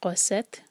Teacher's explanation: قوست اور تا پر ہمس، سانس کو جاری رکھیں گے